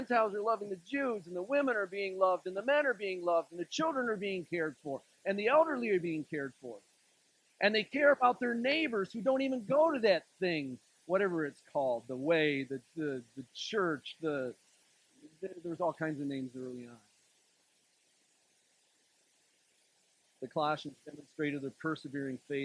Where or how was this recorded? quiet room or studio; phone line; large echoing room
large echoing room